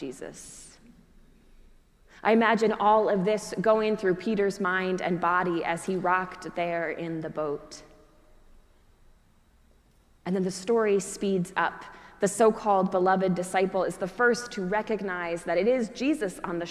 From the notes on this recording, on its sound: Preached at our celebration of the Holy Eucharist on the Third Sunday after Easter.